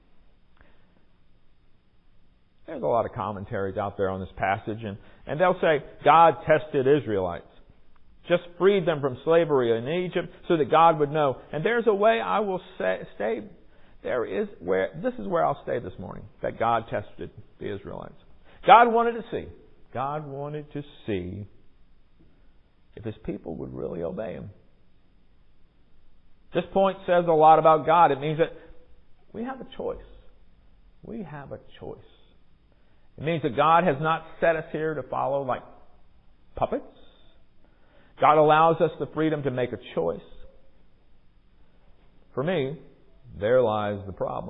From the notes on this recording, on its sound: Recorded during worship on Sunday, February 26, 2023